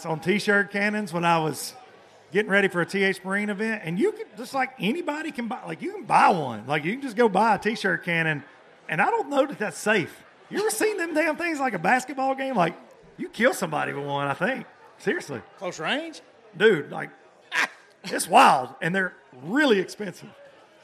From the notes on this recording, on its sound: From the Low Lifer Parking Lot Party. In front of a rowdy bunch of Low Lifers.